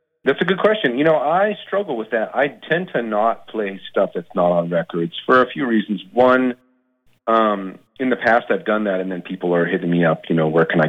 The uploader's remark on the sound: chats on the phone